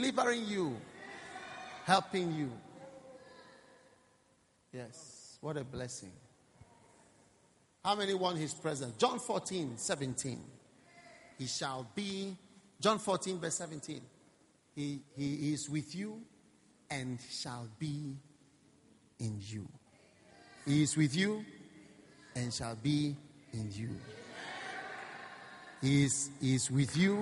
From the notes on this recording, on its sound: Preached at the First Love Church.